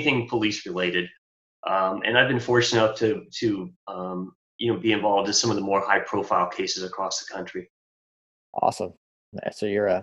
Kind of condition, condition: link, video call